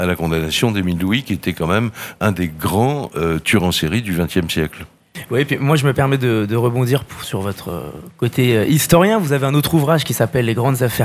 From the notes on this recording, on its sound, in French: Faites Lire 2022. Sur les radios de la FRAMA en direct du salon du livre dimanche 2 octobre 2022.